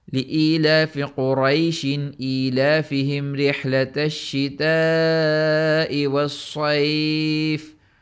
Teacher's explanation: So what that meant was that the duration of the mud in حروف اللين or the duration of reciting حروف اللين waslan is the same as reciting a حروف المد waslan, which is equal to two counts